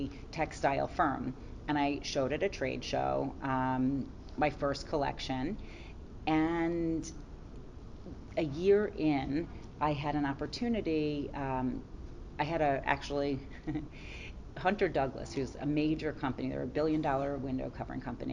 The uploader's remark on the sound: live from the debut of her recent collection of products with Karastan at Spring High Point Market